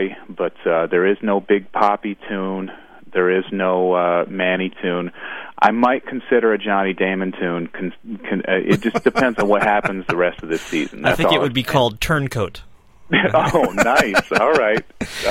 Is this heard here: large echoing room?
no